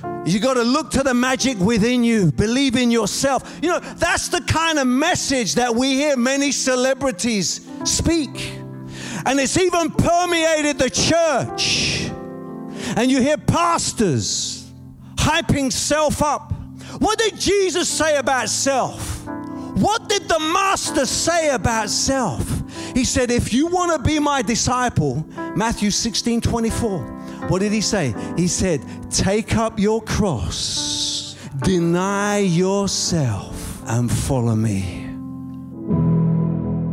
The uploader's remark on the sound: Preaching at a Church in Boston, Watford, England.